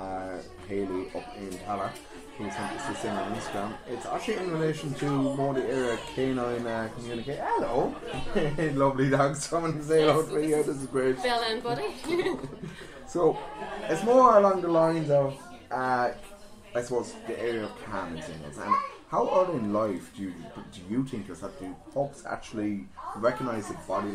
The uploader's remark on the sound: LIVE from the Puppy Party at Treaty Vets Limerick. Coming to you LIVE from Treaty veterinary Clinic in Limerick.